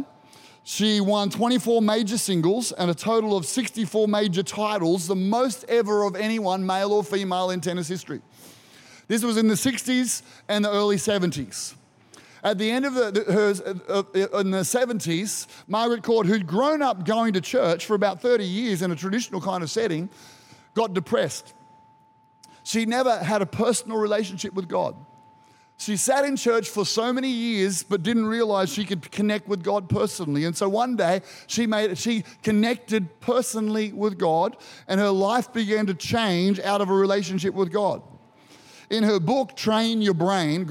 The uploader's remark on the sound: Recorded during our 9am service on Sunday, the 7th of May 2023